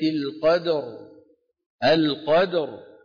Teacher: شو بتصير الراء؟ ساكنة وقبل مفتوح فتفخم